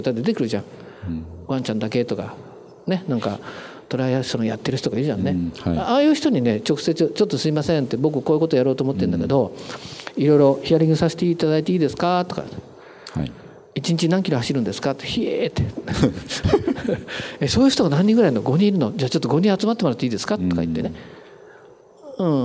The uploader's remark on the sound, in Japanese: 大阪公開収録